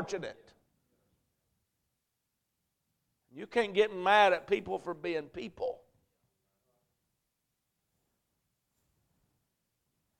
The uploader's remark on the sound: A message preached at Crossroads Baptist Church